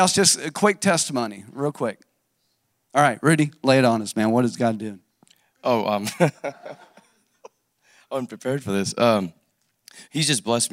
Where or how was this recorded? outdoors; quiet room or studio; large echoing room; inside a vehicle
large echoing room